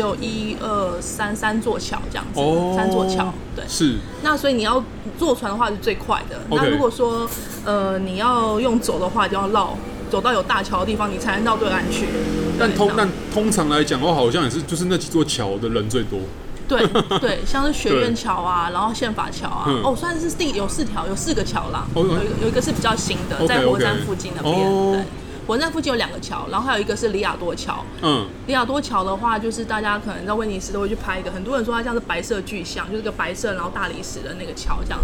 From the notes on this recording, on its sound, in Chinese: 本集白噪音指數：蚊風級 1/5。錄音地點： Parko Parco 的室外用餐區。